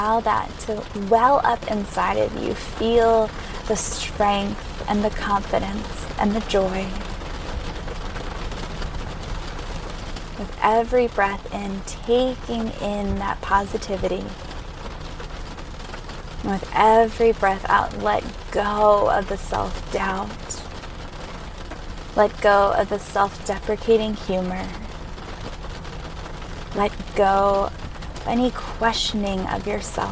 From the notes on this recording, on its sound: recorded in her car during a rainstorm